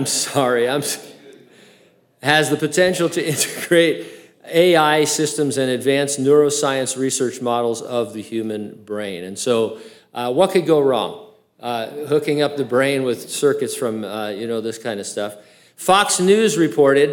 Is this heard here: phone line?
no